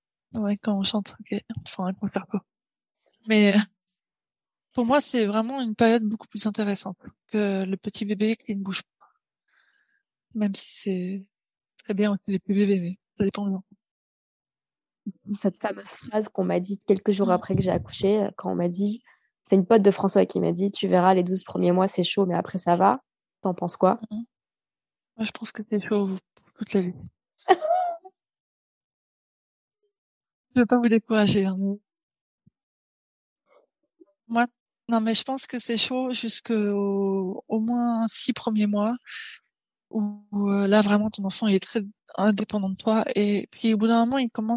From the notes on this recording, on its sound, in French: Cet épisode a été enregistré en distanciel. Tokyo/Paris.